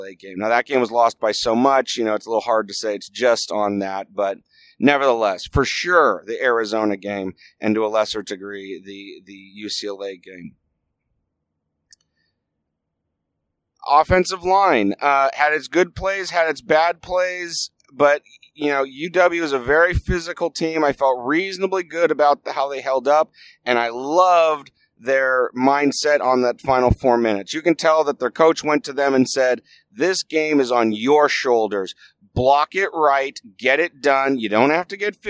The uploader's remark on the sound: Here’s the podcast I recorded on the road home. Can you tell I was yelling at lot at the game?